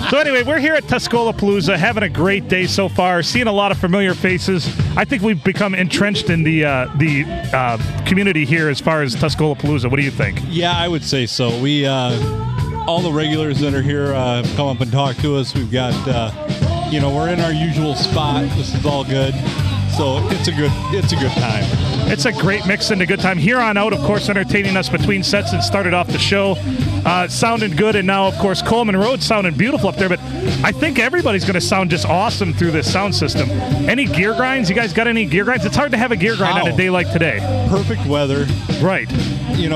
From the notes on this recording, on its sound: Recorded at Tuscolapalooza 2023!